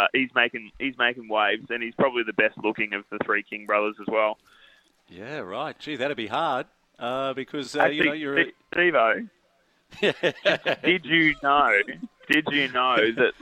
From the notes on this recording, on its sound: live from Westrac at the Robson civil projects open day